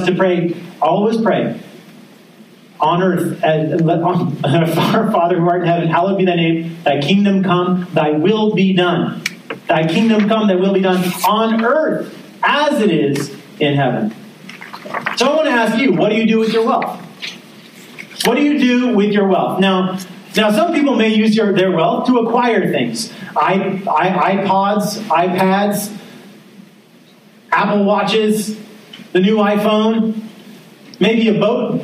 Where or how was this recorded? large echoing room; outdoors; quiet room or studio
large echoing room